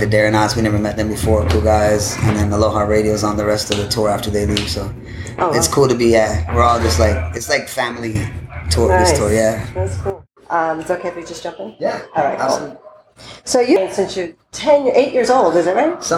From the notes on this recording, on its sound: Interview will be already in progress as it was the evening of the show and there may be some background noises as we were in the Green room.